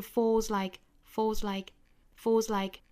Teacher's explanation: fall 后面加上这个 s，这个 s 应该读浊音的，但是这里面我们要把它发的轻弱一些哈，不要太重了